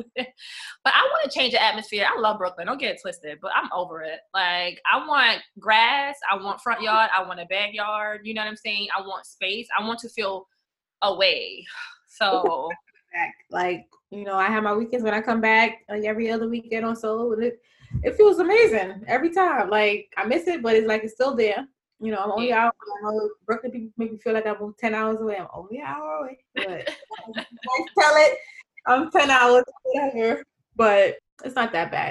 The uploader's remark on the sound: Please excuse the sound quality